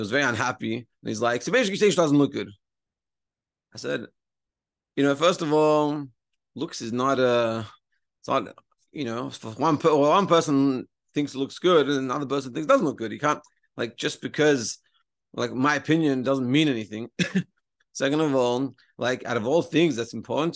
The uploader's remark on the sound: Daily Zoom Shiur